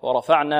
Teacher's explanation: الراء هنا ماذا؟ مفخمة، والفاء مرقة، والعين مرقة.